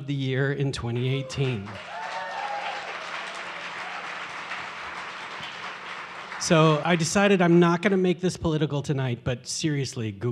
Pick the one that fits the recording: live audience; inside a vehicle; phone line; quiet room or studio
live audience